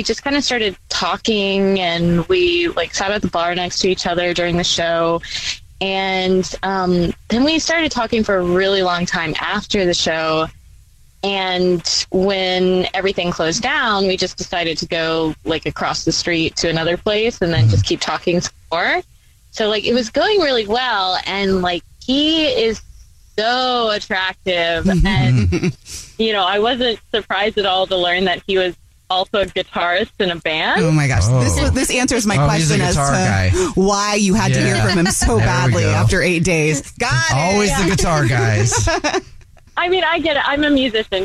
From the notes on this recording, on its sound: Calls a listeners wife for todays Phone Prank. There is a listener on the phone.